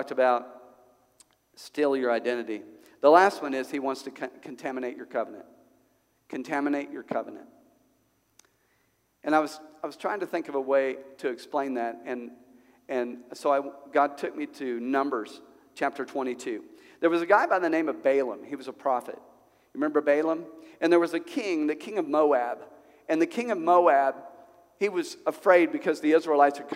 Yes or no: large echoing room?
yes